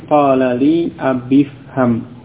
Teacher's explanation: dibaca dengan bersambung, hamzah wasal pada fil amr tidak diucapkan menjadi qala li abifham.